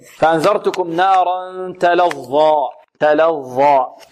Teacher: الظاء بارك الله فيكم من طرف اللسان مع طرف الثنايا العليا